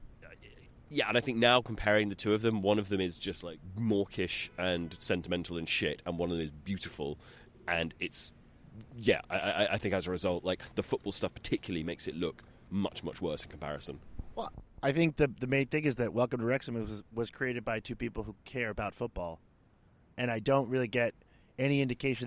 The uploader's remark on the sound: we did a little recording session out in a park